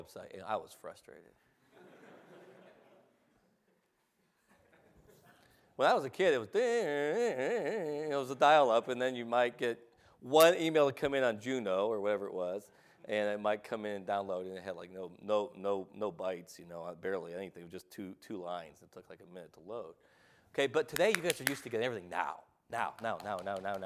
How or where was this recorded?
large echoing room